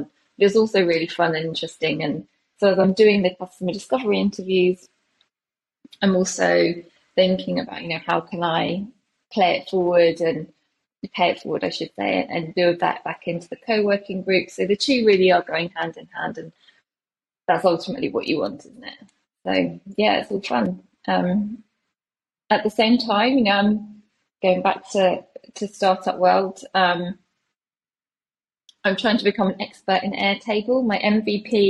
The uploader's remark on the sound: Recording this on Riverside. Recording this on Riverside.fm.